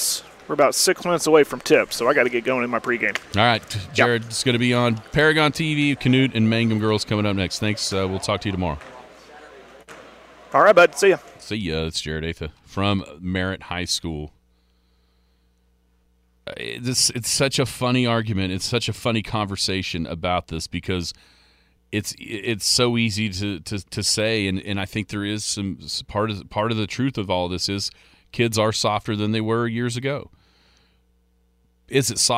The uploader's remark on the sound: live at the Merritt Classic.